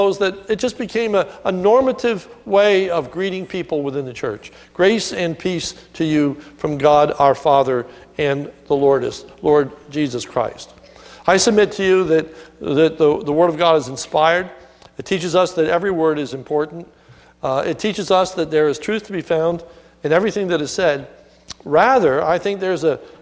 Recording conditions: large echoing room